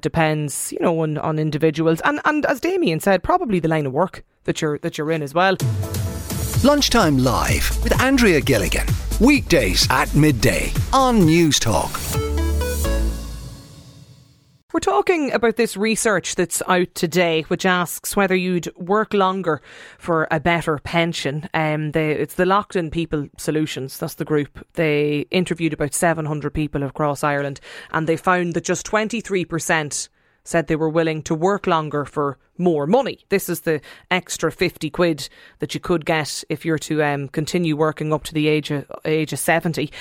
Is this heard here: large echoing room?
no